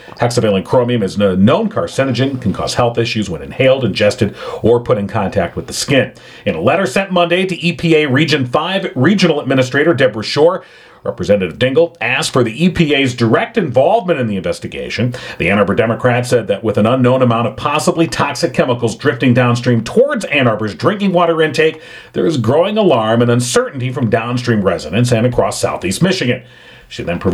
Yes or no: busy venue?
no